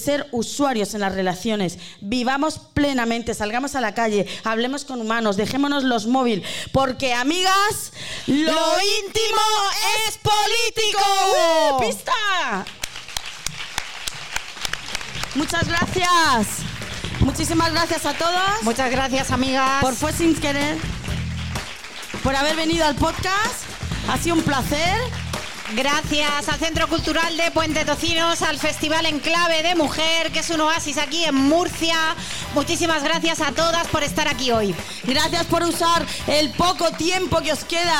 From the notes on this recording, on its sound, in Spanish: Episodio grabado en directo dentro de la programación del Festival 'Enclave Mujer' del Ayto de Murcia.